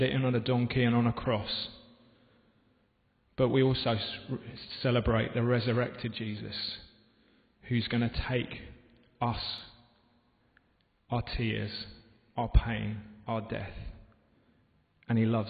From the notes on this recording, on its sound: This podcast was recorded in the home of Moot, at the Guild Church of St Mary Aldermary in the City of London.